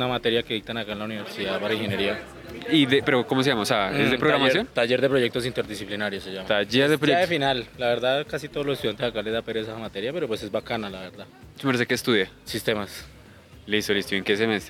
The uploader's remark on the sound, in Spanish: Nuestro primer capitulo en vivo en la calle, hablando enfrente de la gente y seguro de muchas personas que jamás nos han escuchado.